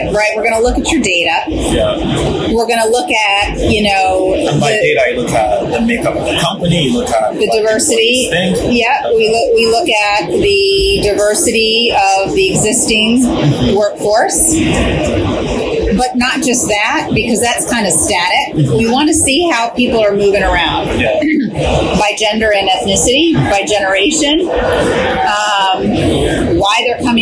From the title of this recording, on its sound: LIVE AT NAA